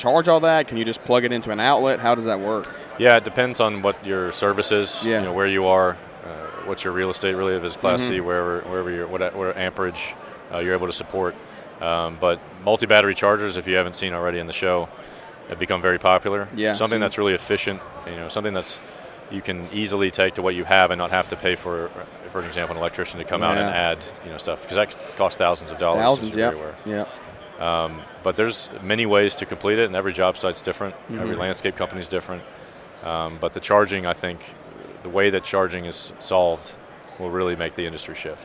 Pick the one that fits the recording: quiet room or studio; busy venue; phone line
busy venue